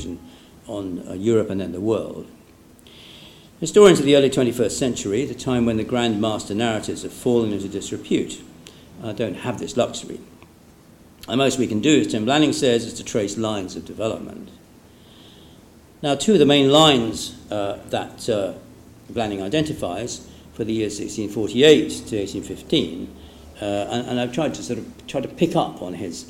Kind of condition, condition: setting, large echoing room